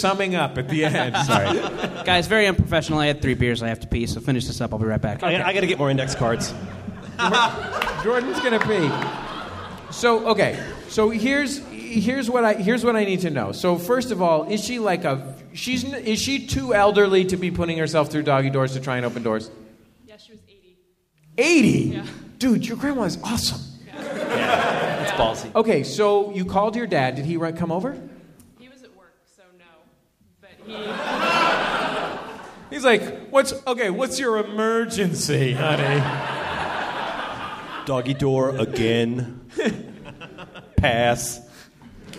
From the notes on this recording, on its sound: Recorded live at the San Francisco Comedy and Burrito festival.